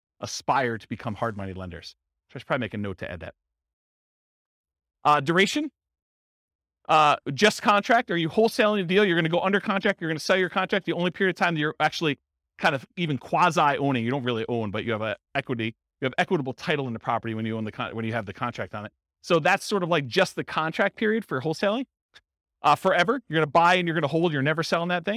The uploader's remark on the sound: This was a live class recorded